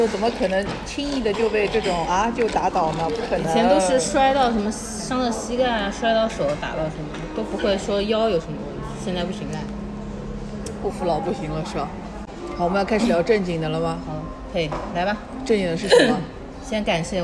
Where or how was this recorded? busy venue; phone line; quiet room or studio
busy venue